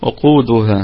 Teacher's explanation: طيب القاف في الدرجة الثالثة من درجات التفخيم، وفيها ما الطبيعي وصلا وقفا لأنها في وسط الكلام، وقودها. الدال قلقلة نسبية، والهاء ما الطبيعي وقفا محذوف وصلا